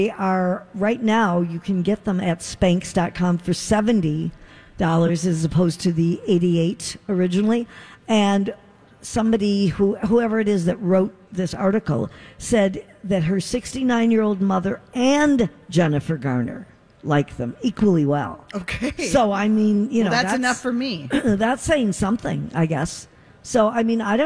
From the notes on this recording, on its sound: Live form the Galleria.